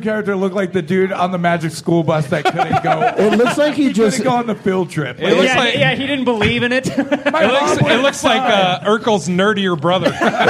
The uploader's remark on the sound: LIVE from Big Pine Comedy Fest 2018. Recorded at The Southside Tavern in beautiful historic Flagstaff, AZ on Opening Night of Big Pine 2018 !